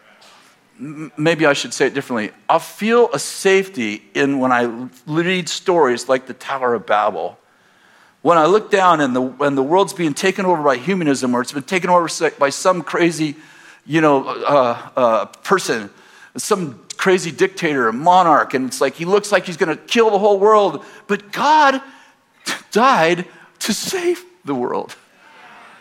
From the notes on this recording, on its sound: In this message delivered on June 30th, 2019, at Bethel Church in Redding, CA